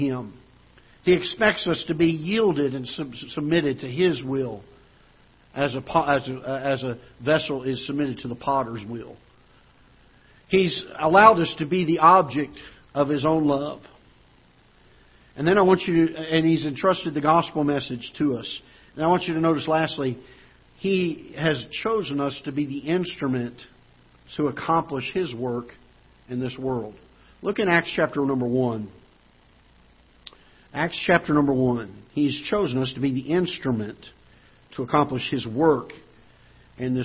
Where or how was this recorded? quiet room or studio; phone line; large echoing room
large echoing room